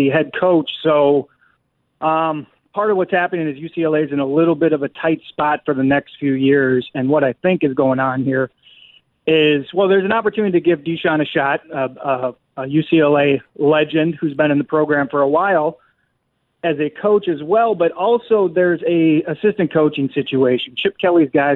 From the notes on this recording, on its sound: We wrap things up with more of your phone calls.